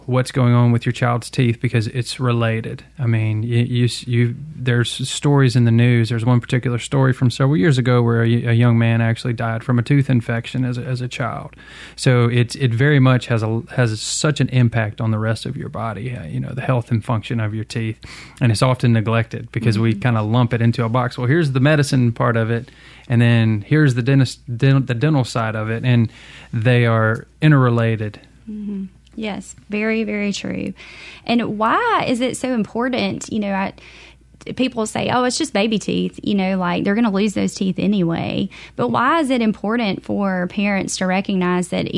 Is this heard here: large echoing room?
no